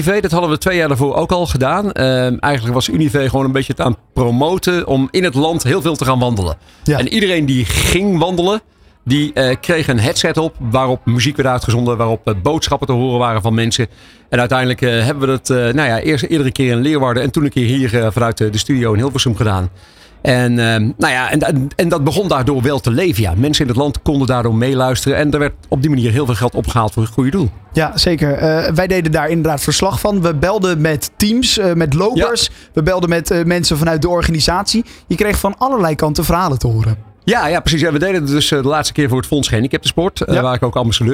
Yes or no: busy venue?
yes